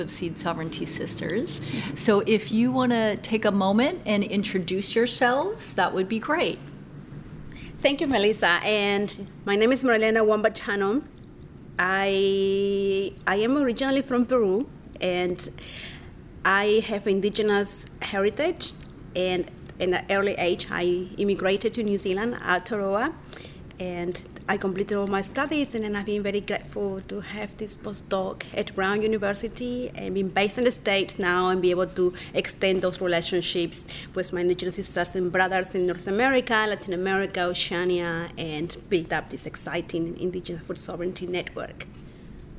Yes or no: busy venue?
yes